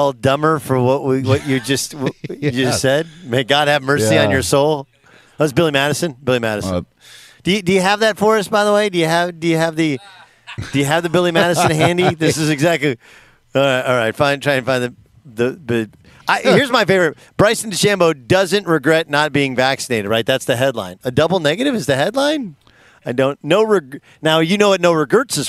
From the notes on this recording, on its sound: Live from Rams Camp. Live from Rams Training Camp in Irvine, CA!